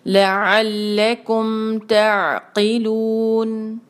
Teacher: نون پر جو ہے ہم وقف کریں گے تو نون کا سکون جو ہے وہ اس پر بھی کلکلا نہیں ہونا چاہیے